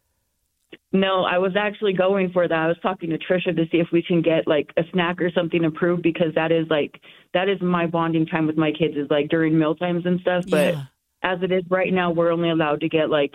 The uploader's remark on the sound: This is the raw audio of a phone interview. Serving time on drug charges in the Utah State Prison.